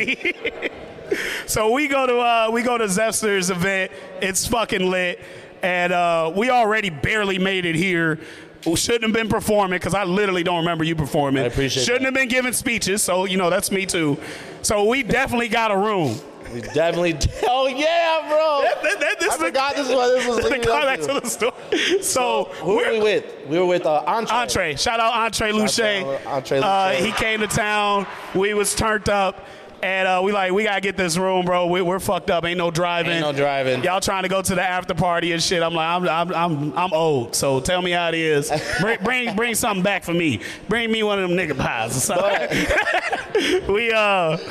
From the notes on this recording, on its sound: They're coming to you live from Unimpaired in the heart of Iowa City. It's their very first podcast in front of a live audience.